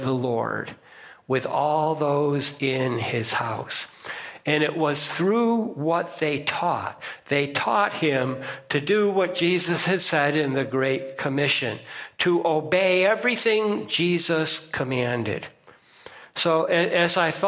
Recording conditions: large echoing room